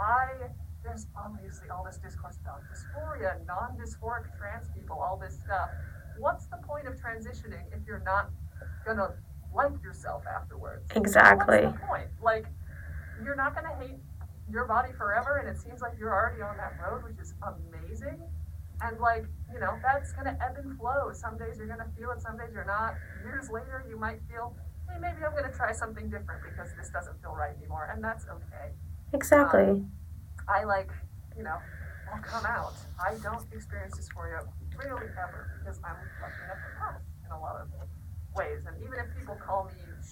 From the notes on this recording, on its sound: Since there are audio issues.